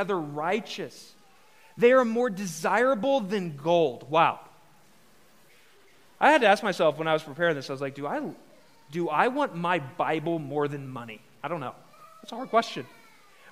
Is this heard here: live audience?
yes